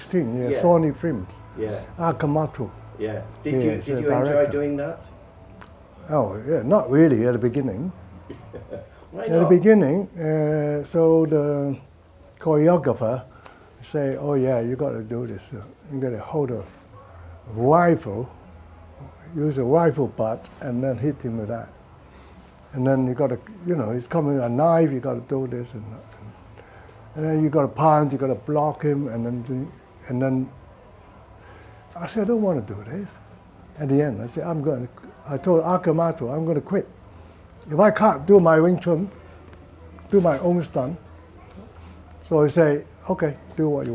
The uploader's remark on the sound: direct from the UK Martial Arts Show 2023